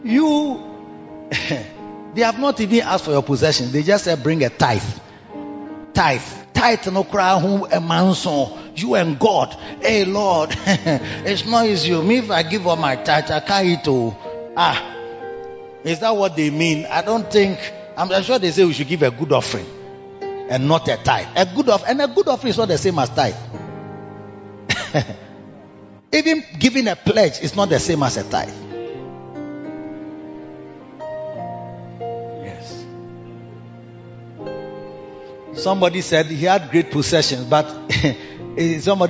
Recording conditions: large echoing room